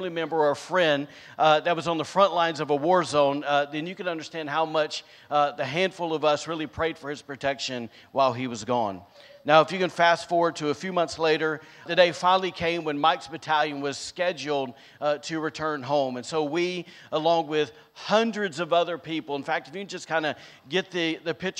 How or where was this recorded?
large echoing room